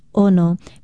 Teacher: Ono is spelled Okina O-N-O and pronounced Ono. Be sure to start it with that glottal stop, because ono without the glottal stop is the popular and tasty fish known in English as the wahoo.